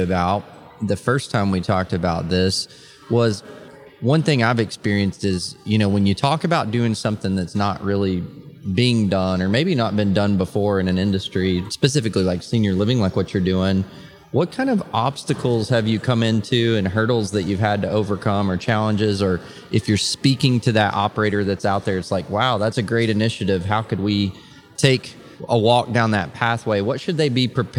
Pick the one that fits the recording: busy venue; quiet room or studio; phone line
busy venue